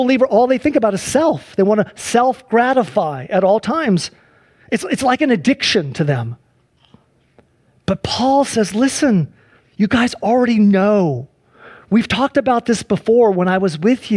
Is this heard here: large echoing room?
yes